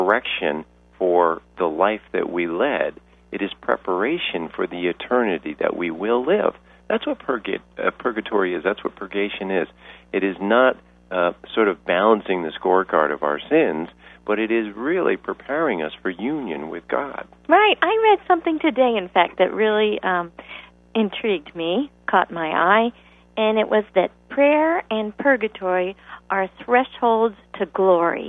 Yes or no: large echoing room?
no